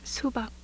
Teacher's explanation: The following words are examples of the phonological process in Korean by which the unaspirated, non-laryngealized stops and affricate become voiced between voiced segments